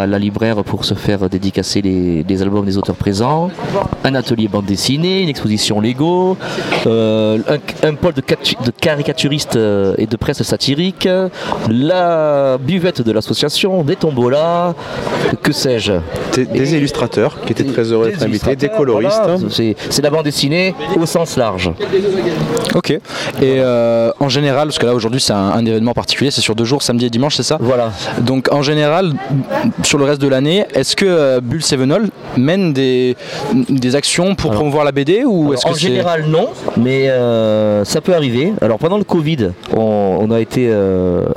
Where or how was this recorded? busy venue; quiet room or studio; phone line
busy venue